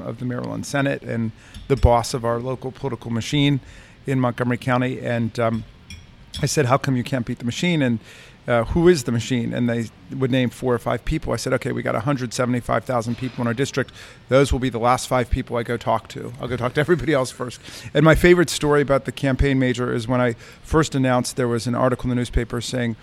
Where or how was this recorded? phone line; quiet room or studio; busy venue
busy venue